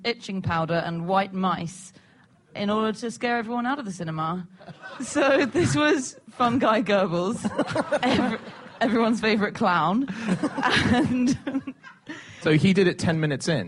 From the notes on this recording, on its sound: Live from The Edinburgh Festival